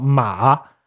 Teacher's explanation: 说的是啊，就那个三声、赏声，呃，是原来是有个 S 在后面去声是有个，啊，去声是有一个 S 在后面，然后 S 消失了，然后就是为了补偿这个 S，就是变成了一个声调一个降调，一个，一个，一个降调。对，就是为了补偿的话，就是赏声的那个喉色消失以后变成了声调，去声的 S 消失以后变成了降调。当然因为中古的声调到底怎么走的话，因为声调是最能够你的东西，实际上也没有就完全确定的讲法，也只是，呃，深交或者说一个，呃，深交方面的一个高调。那这点上其实，呃，真的让他们形容说，我就比如说我们说普通话的时候，像马啊，它这个就是这个如果你很慢很慢地发的话，它其实它降到比较低的位置的时候，可能会稍微紧一紧